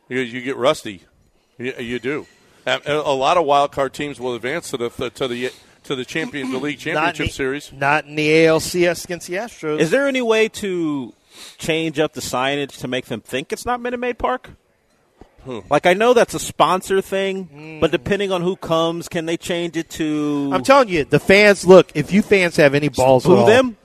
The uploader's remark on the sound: LIVE from the Wildcat Golf Club!